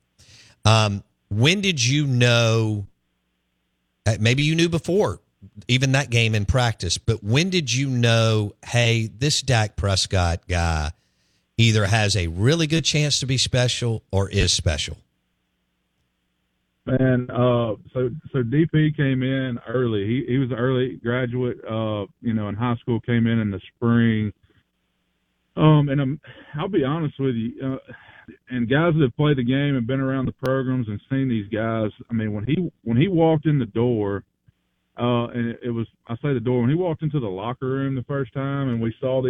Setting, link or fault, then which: link, phone line